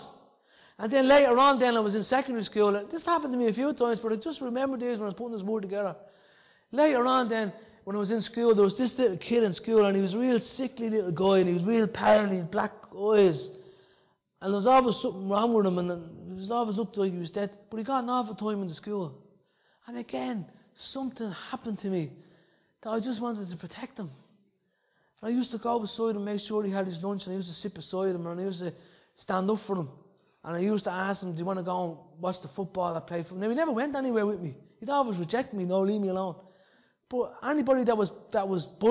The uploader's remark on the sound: Recorded live in Liberty Church in 2019.